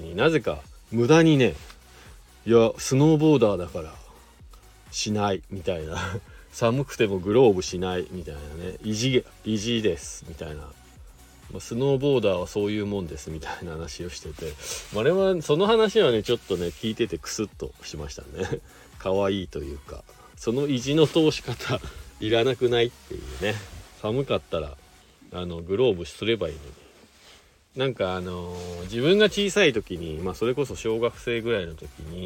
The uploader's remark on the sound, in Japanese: ゲレンデに滑りに行った時だけ配信になります。白馬八方スキー場で滑り終了後 車の中から。